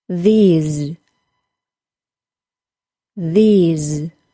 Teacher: transitioning from the voiced TH to a long E